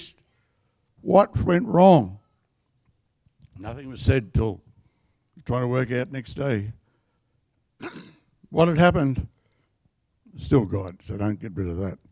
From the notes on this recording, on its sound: The live stream of Destiny Church Atherton